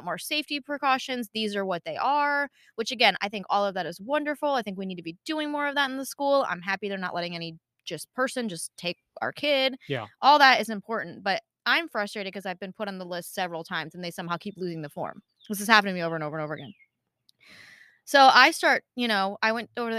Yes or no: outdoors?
yes